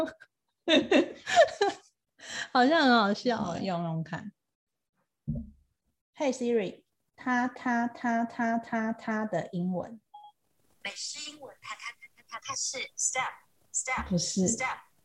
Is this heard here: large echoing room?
no